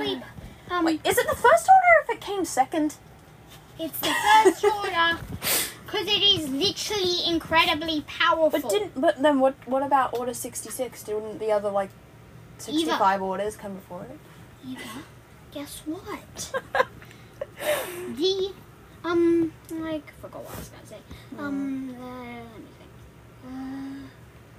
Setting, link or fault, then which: fault, background noise